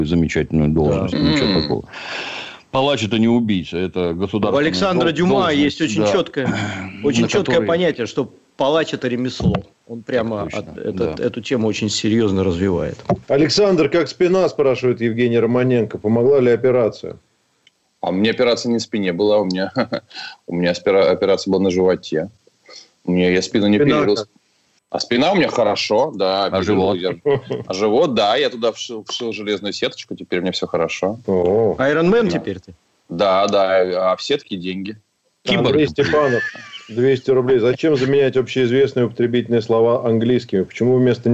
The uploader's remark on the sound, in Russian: По телефону.